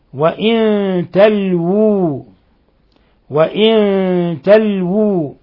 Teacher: وقرأ الباقون بإسكان اللام وبعدها واوان، الأولى مضمومة والثانية ساكنة